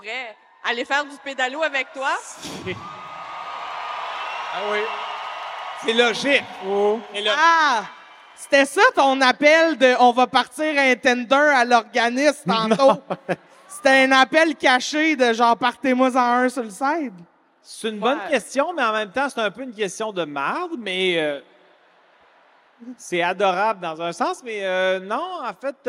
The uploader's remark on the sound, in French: SOUS ÉCOUTE au CENTRE BELL - Soirée complète